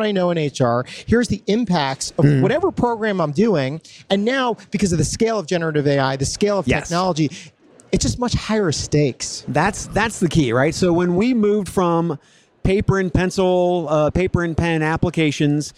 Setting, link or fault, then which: setting, busy venue